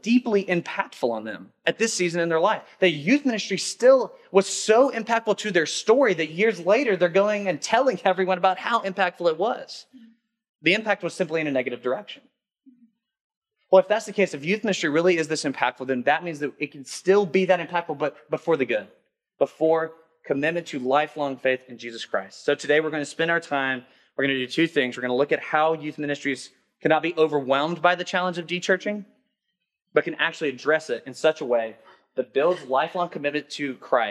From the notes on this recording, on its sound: workshop at the 2021 Rooted Conference